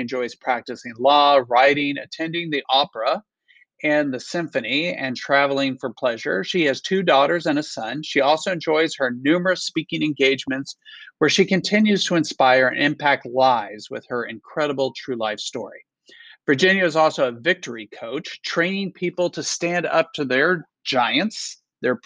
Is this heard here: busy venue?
no